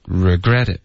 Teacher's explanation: 注意 regret it,重音是 gret.不是 re,你刚刚说 regret it,应该是 regret it.